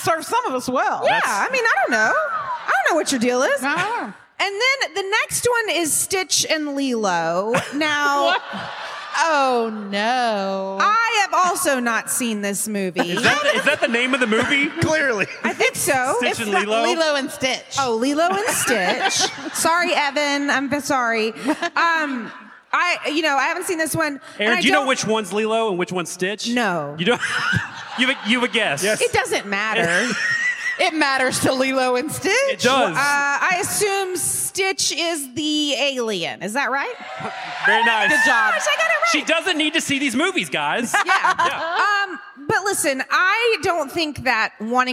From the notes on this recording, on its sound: In this episode, we are sharing some of the spice from our Atlanta live show.